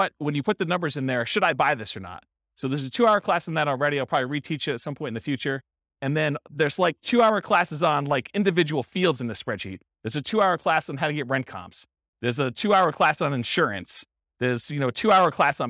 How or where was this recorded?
live audience